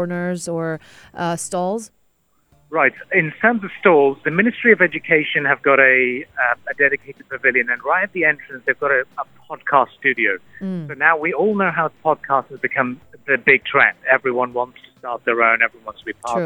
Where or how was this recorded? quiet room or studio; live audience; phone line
phone line